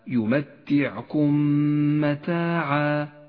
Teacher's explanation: الميم الساكنة وبعدها ميم متحركة، تدغم الميمان مع بعضهما فتصيران ميما واحدة مشددة ميزت باللون الأخضر لأنها تحتاج إلى غنة زمنها حركتان. · Term: الإدغام الشفوي